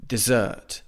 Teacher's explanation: the stress is on the second syllable, dessert